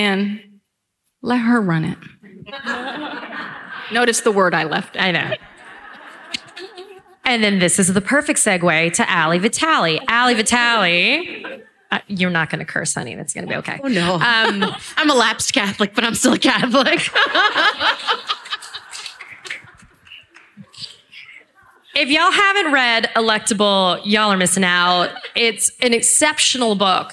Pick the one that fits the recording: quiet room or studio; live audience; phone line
live audience